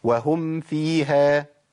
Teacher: الميم الساكنة بالواو والفاء لابد من بيان ايه؟ بيان سكون الميم